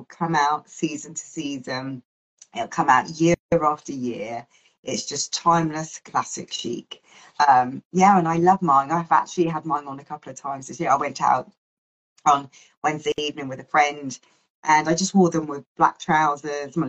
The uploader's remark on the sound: The chat is live so the audio will vary.